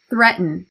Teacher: You hear that glottal stop there?